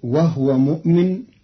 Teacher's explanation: قرأ قالون كلمة وهو بإسكان الهاء، فتصير وهو مؤمن والضم والإسكان في لغة العرب.